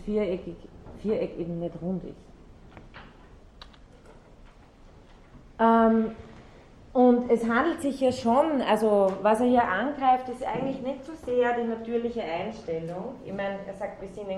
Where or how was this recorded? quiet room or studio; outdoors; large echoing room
large echoing room